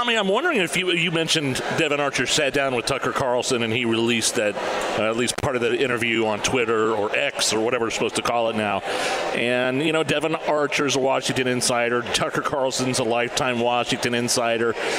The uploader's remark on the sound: LIVE at the Indiana State Fairgrounds Tap Room!